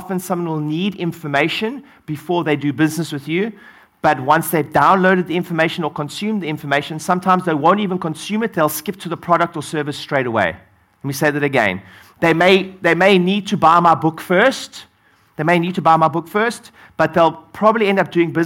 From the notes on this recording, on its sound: on stage at my latest mastermind